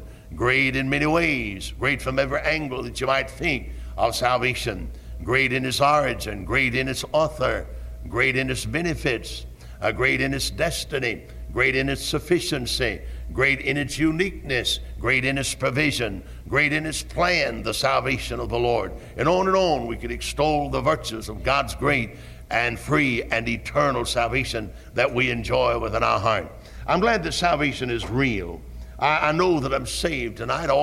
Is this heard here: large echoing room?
yes